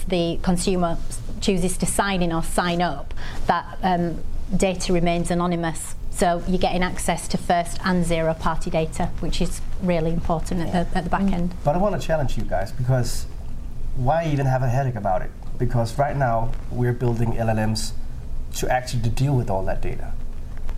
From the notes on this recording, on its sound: Recorded in front of a live audience at Copenhagen International Fashion Fairs.